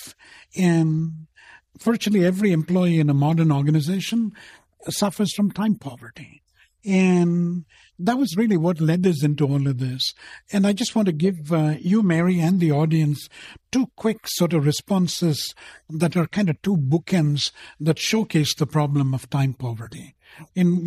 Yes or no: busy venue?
no